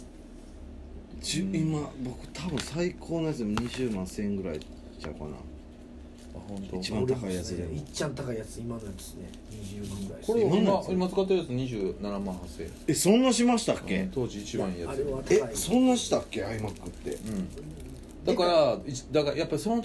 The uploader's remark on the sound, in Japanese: RECORD(お店)より